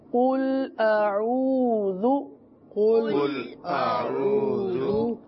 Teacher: دو حمزہ تو نہیں ہے، ایک حمزہ ہے اور اس کے بعد پھر عین ہے. اعو پڑھیں گے، عین کو نرم وسط حلق سے ادا کریں گے.